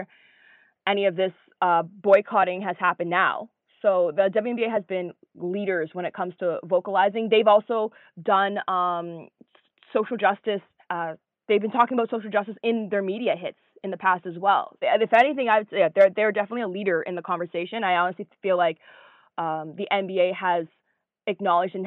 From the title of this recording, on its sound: On The Phone